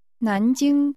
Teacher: This name is pronounced with rising and high level tones.